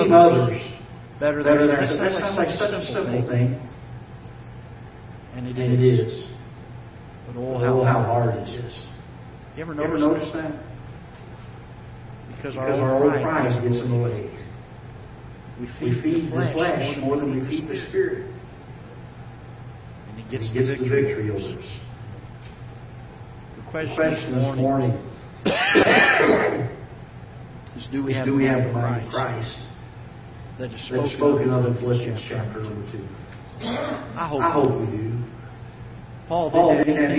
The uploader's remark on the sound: Ketha Heights Baptist Church ~ Live Broadcast